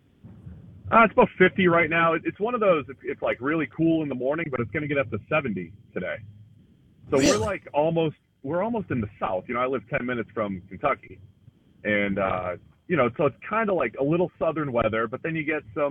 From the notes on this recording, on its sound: Joins the show on the Farm Bureau guest line talking about how the season is shaping up live in the BankPlus Studio.